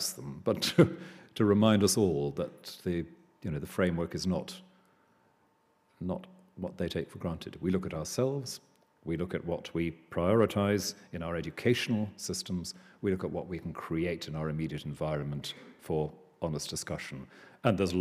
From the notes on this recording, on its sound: Delivers the Gifford Lecture series. Recorded on Monday 4 November at the University of Edinburgh's New College.